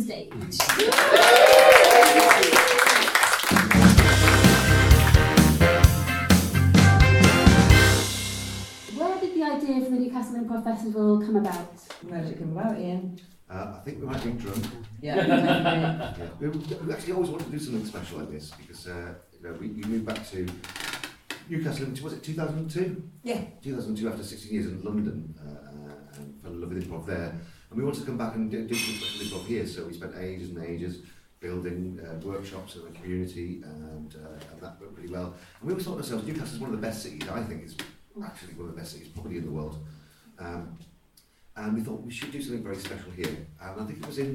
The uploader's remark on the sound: LIVE from Newcastle Improv Festival. Broadcast in front of an audience, as part of the Newcastle Improv Festival. As this was recorded live in a busy theatre with a lively audience, the sound quality isn’t as great as our usual episodes.